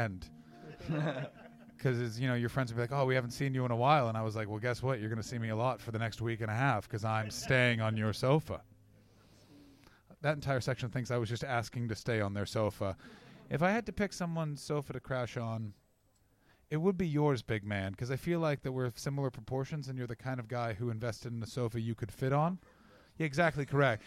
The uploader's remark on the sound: This episode was recorded at Underbelly George Square on 11th August 2018 as part of the Edinburgh Fringe Festival.